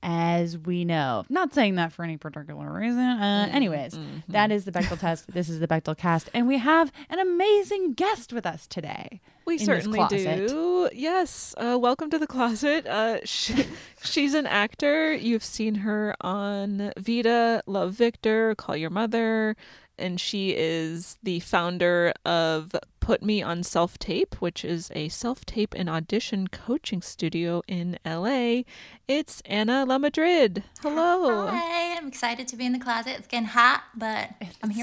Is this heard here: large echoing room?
no